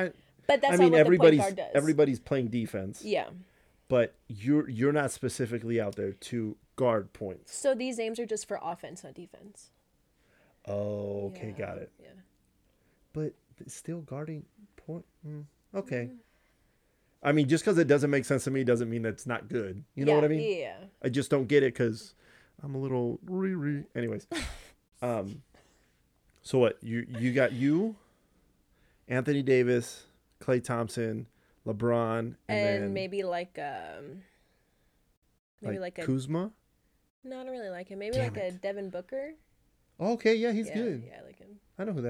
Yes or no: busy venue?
no